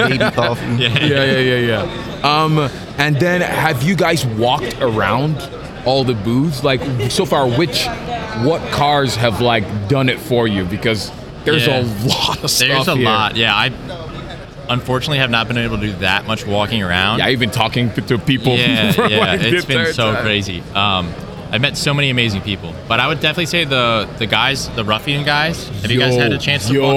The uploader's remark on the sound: SEMA 2023 Live